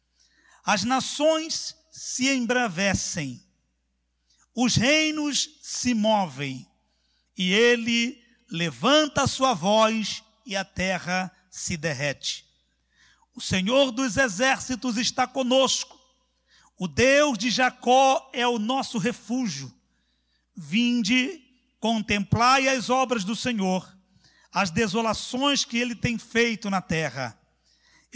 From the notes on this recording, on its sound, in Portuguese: CULTO AO VIVO